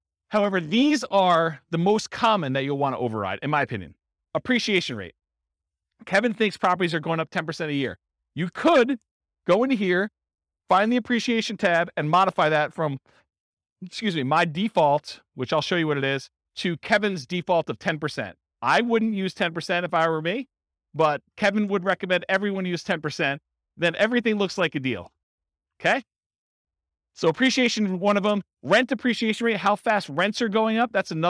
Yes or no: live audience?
yes